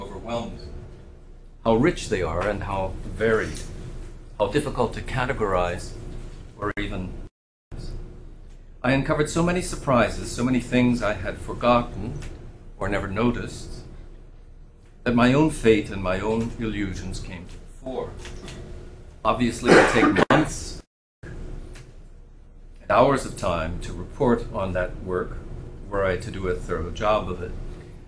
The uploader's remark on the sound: Hosted by the Villanova University Department of Philosophy, a lecture